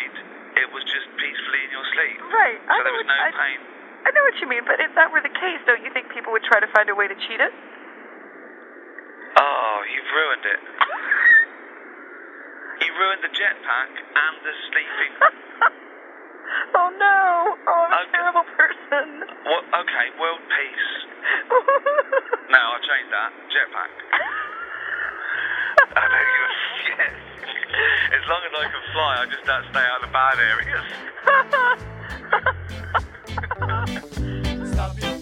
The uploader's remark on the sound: They spoke by phone a few years back. From England. Cassette recorder.